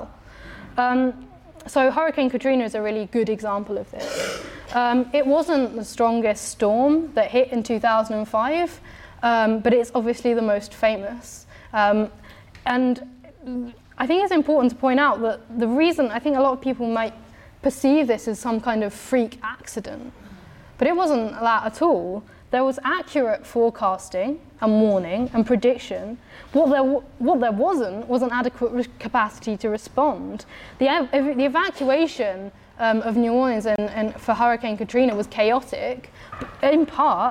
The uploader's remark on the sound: talk from Revolution Festival 2019